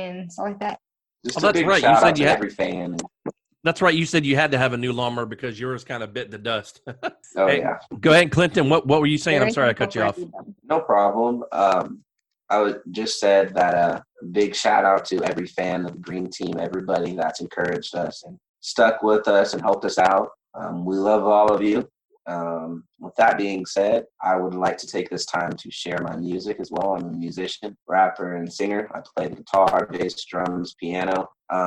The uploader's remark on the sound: NOTICE AUDIO IS AS BEST IT CAN BE, there were minor sound issues. I tried to clean it up as much as possible.